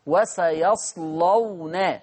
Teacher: طب هنا عندنا فين الكلام ده في صفحة النهاردة؟ وسيصلون، اللام مفتوحة وقبلها الصاد ساكنة، يبقى هتغلظ اللام · Term: تغليظ اللام